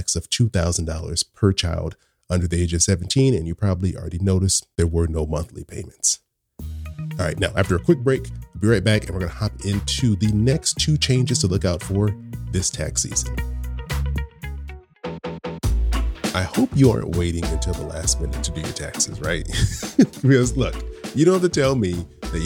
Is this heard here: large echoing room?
no